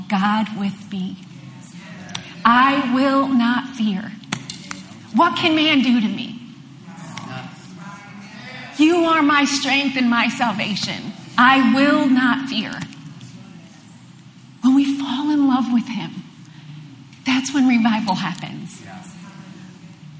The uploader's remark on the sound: LIVE Midweek Service